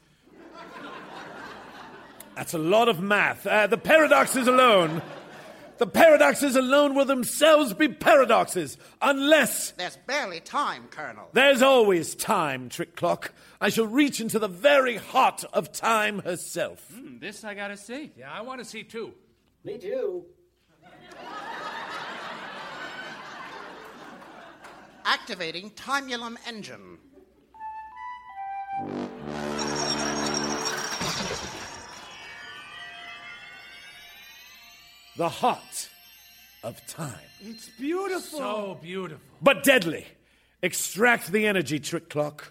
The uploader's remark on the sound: Recorded Live 1/10/2014 at Largo, Los Angeles.